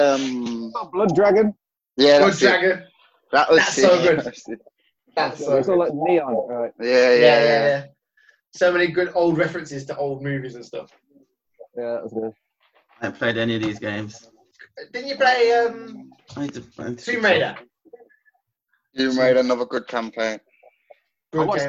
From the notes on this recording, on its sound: Sorry for the audio.